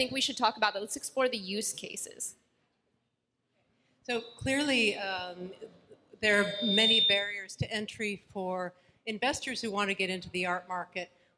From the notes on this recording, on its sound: This episode is a recording of a panel from Art Basel. Hosted by Securitize.